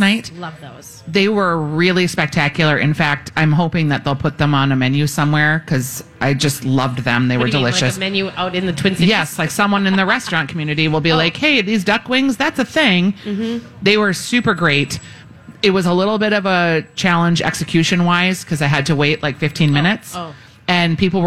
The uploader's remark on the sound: Live From The Minnesota State Fair